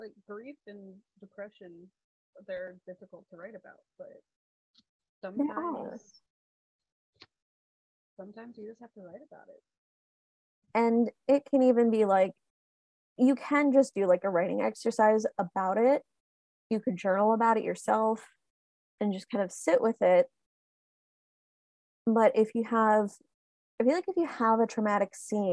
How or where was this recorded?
video call